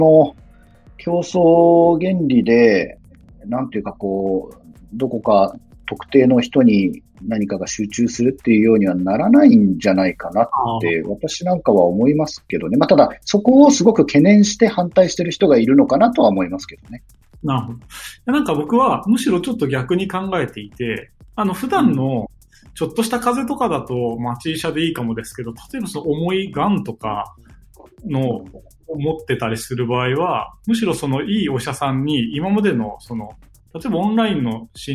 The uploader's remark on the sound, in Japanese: 収録はSquadCastを活用して遠隔で行いました。音声が聞きづらい部分がある点、ご了承ください。